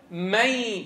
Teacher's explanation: النون الساكنة تحولت إلى ياء ساكنة في جزئها اللساني. طيب الخيشوم استمر عمله. · Term: إدغام